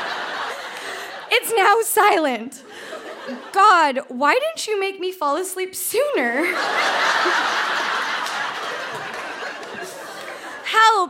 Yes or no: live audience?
yes